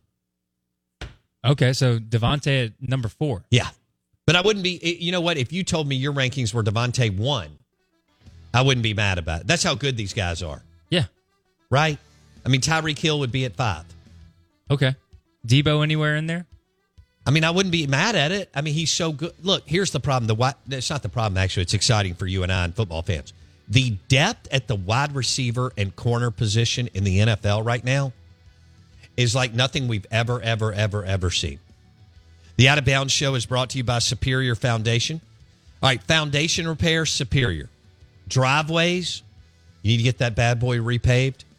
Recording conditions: phone line